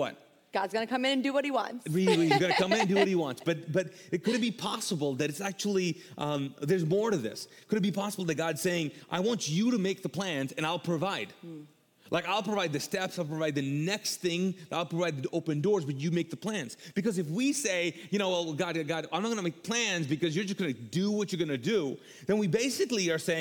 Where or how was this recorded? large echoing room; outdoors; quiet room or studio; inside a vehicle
large echoing room